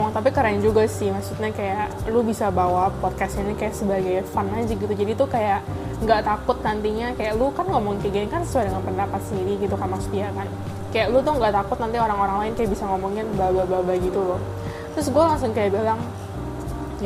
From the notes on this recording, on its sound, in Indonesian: maaf ya kalo ada background soundnya agak ganggu, ada suara speaker, kipas angin